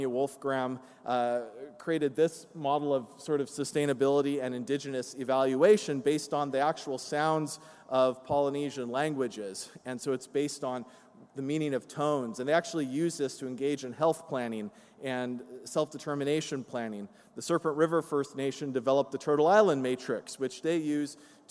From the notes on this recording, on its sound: from the 'Environmental Justice 2017' Conference, held at the University of Sydney (6-8 November).